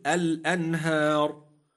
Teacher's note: الراء ساكنة لأجل الوقف وقبلها ألف مادية تفخم